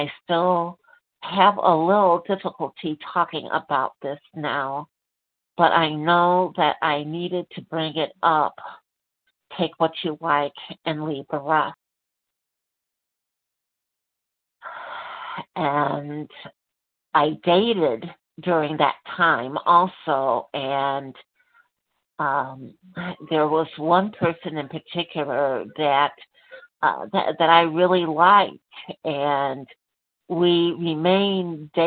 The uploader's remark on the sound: from the 100 Pounders Phone Meeting